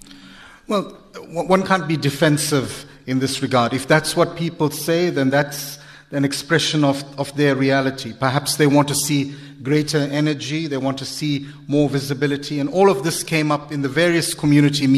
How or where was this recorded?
live audience